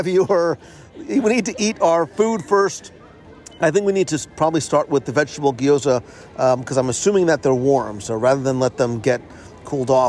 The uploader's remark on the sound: Join us in Epcot as we wander the promenade and sample the Best of the Best from the 2021 Taste of Epcot International Festival of the Arts.